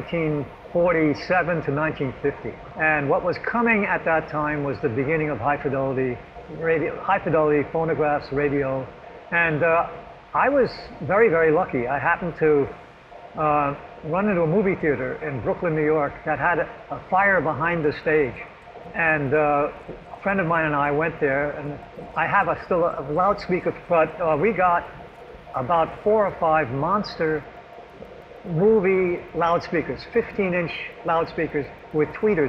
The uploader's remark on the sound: In this podcast, recorded in the rather noisy high bay workshop at MIT.